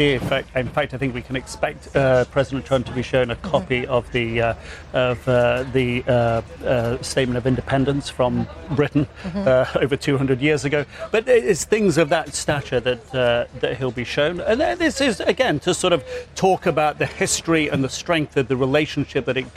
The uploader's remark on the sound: live from the New York Stock Exchange